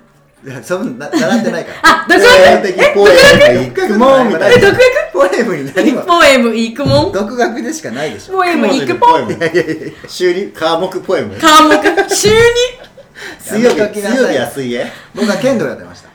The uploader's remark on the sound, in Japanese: 2ヶ月ぶりの公開収録！